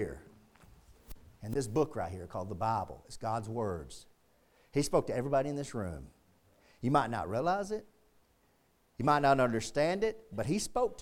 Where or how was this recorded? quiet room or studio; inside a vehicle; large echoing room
large echoing room